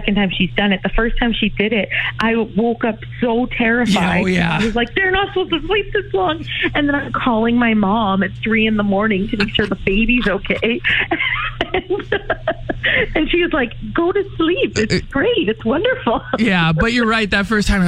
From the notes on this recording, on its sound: chat on the phone